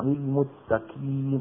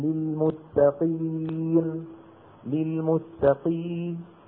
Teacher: إذا قرأوا القاف المكسورة بالغوا فيها جدا، بل إنهم يكادون أحيانا يخرجونها كافا، للمتقين، مثلا بيطلع للمتقين قريبا من الكاف، نعم للمتقين للمتقين.